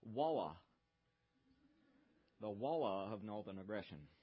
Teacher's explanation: And if you really get down and dirty with a deeply Southern Charlestonian, they will pronounce war with two syllables, walla, the walla of Northern Aggression.